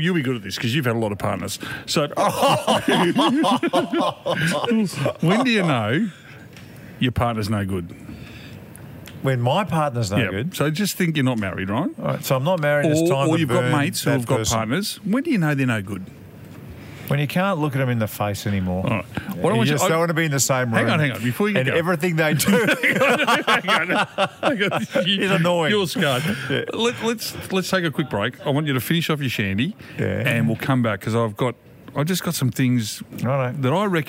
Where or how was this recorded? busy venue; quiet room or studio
busy venue